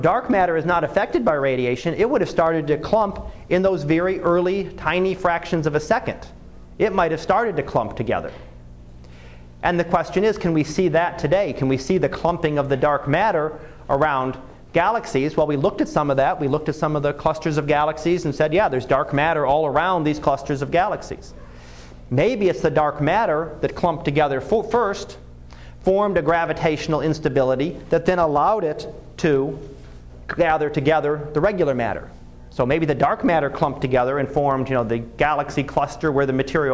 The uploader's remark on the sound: Live Class Lecture